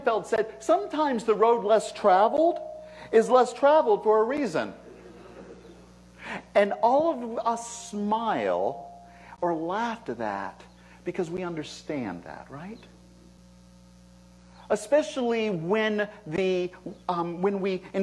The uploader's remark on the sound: This message was delivered at Concordia Center for Spiritual Living